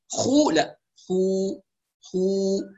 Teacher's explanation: طبعا القلقلة تكلمنا عنها قلنا أن الراجح فيها ألا تميل إلى حركة، لا نقول قل ندي أو قل ندخل، لا لا تميل لكسرة ولا لضمة ولا لفتحة، هي اضطراب في مخرج الحرف. قل ندخل، والخاء طبعا نتم ضمة الخاء مع ضمة اللام، ولا نضغط بقوة على الخاء